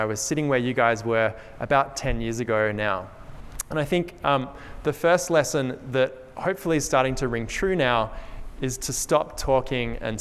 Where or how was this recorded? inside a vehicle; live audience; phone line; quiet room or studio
live audience